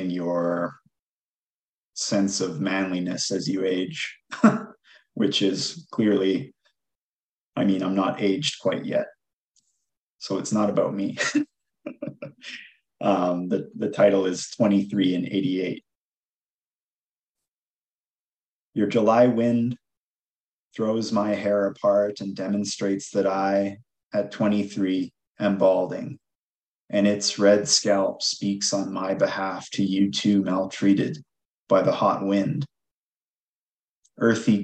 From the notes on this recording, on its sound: The event was rained out but the writers were kind enough to jump on a Zoom to be recorded and shared with you now.